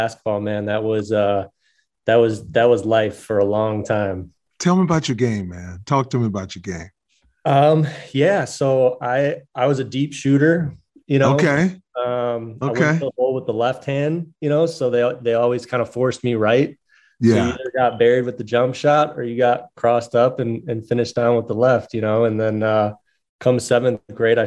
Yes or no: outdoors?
no